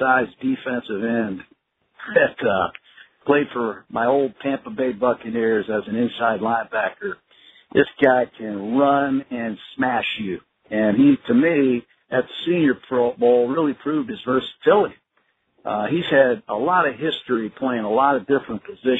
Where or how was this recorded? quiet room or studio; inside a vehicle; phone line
phone line